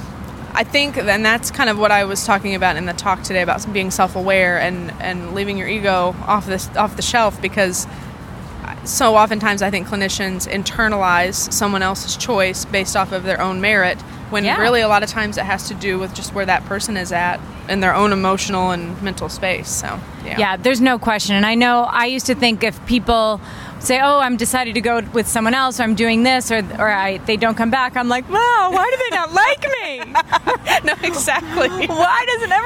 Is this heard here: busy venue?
yes